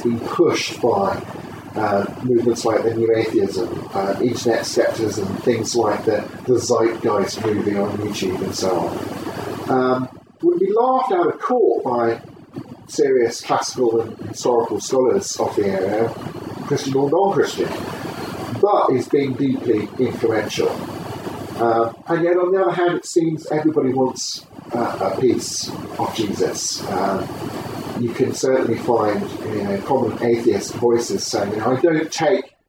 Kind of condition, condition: fault, poor microphone